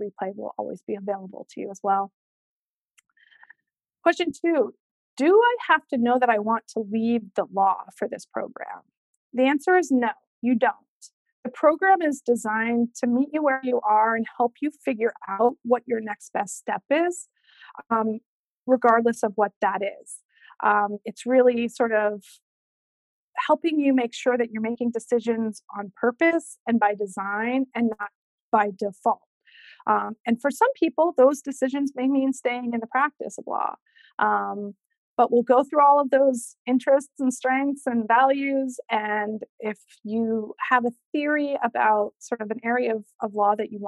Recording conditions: video call